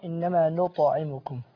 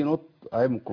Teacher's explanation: في هنا القلقلة في الطاء انما نطعمكم · Shown in: first take